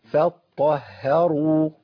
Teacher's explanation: فاء مرققه طاء مفخمه هاء مرققه راء مفخمه واو مرققه لازم افصل كل ترقيق وتفخيم دوت بهيئه شفتين وسريعه اقول ايه